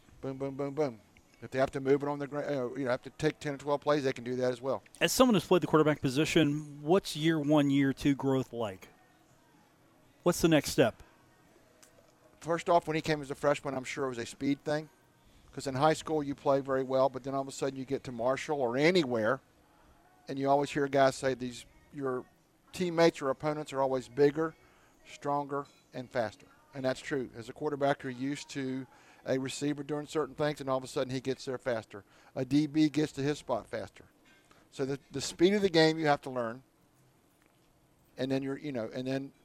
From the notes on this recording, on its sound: Today from The Union Pub and Grill in Downtown Huntington